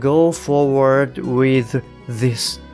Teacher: るんですよね。えー、with this deal って感じですね。で、ただこれって、あの、わざわざ th を2回言わないんですよね。まあ、なぜならその言いにくいからですね。やっぱりあの言葉って結局言いやすいか言いにくいかっていうところがベースで、まあそれに従ってこうルールみたいなものをまあ導き出してるっていうところがあると思います。なので、えー、go forward with this っていうと言いにくいので、えー、 with っていう時に th の音は出さずにもう、えー、this の音を出すための準備をしているようなイメージですね。なので with って言った後に舌先を上の歯で軽く噛むような感じですね。そういうところにこう舌を持